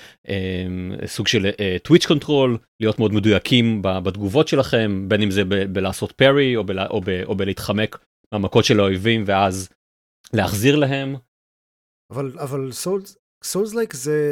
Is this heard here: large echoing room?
no